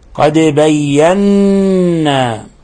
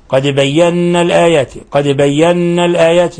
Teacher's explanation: النون المشددة هذه صفتها أنها حرف أغن، حرف غنة مشدد · Shown in: first take